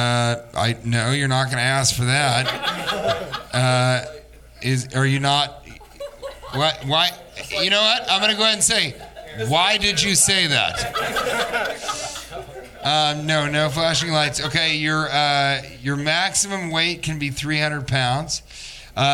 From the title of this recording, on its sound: Live from Virginia Beach Funny Bone